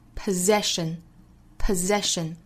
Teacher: 前面的两个 s 读浊音 z,后面两个 s 呢读清辅音的 sh